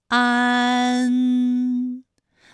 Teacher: 发音要领。首先，安发音的时候呢，起点元音是前低不圆唇元音啊，舌尖抵住下齿背，舌位降到最低，软腭上升，关闭鼻腔通路啊。那我们从前啊开始，舌面升高，舌面的前部抵住硬腭的前部，当两者将要接触的时候，软腭下降，打开鼻腔通路，紧接着舌面前部与硬腭的前部闭合，使在口腔受到阻碍的气流从鼻腔里透出，口型由开到合，舌位移动比较大